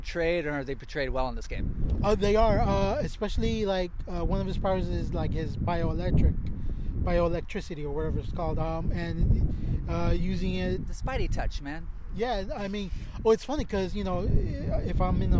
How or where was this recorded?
outdoors